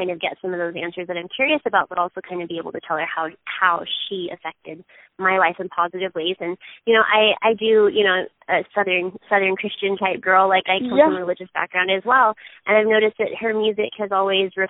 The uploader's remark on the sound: That happened over the phone for me this week when I was interviewing